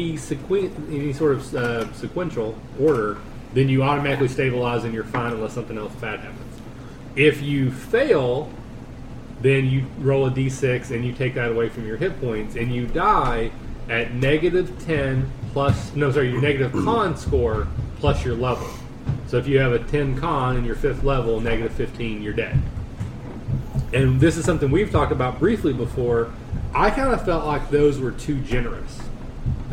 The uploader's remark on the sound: We have moved back to recording my house again and there’s a little background noise to deal with. We’ve actually invested in some higher-end recording equipment.